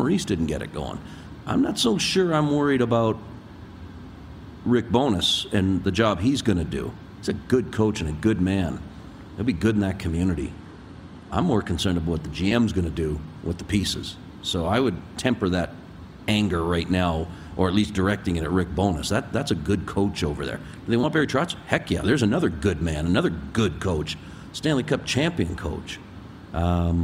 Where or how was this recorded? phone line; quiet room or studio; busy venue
busy venue